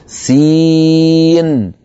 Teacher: نطقت سين مكسورة، بعدها ياء ساكنة، بعدها نون ساكنة